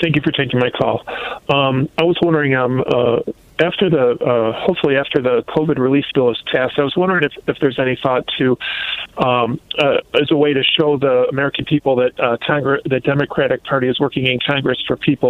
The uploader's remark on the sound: answers listener phone calls in a progressive town hall